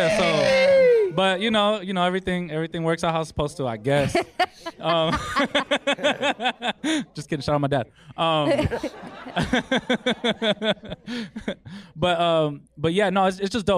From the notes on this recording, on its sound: Our 1st LIVE SHOW. We had a hell of a live show in Los Angeles. Definitely clown each other and the crowd.